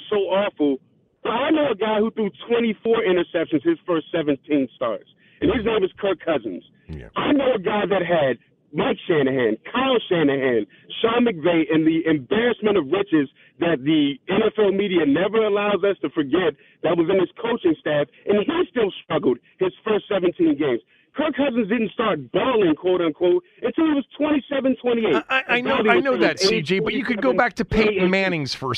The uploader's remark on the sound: Opened up the phones to callers to weigh in on the QBs and the future at the position.